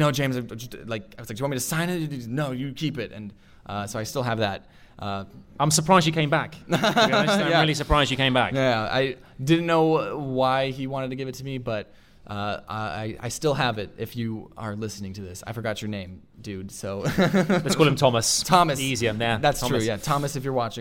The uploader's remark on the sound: Live at VidCon London 2020. Captured live on stage at VidCon London 2020.